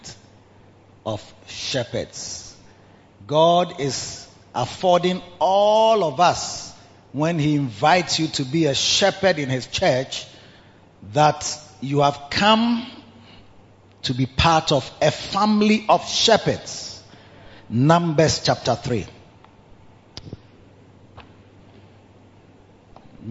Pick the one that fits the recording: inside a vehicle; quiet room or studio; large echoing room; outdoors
large echoing room